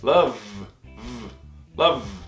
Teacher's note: Por exemplo, o verbo amar, to love, v, não é love, não tem esse som de I no final. Você acaba o love com som de V. Olha como é que o V vibra na boca, vai vibrar aqui também.